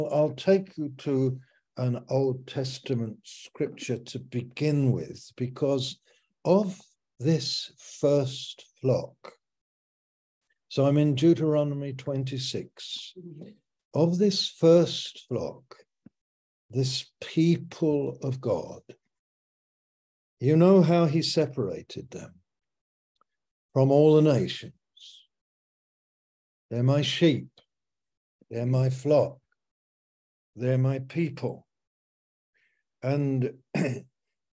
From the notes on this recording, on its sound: Malaysia Meets (Zoom).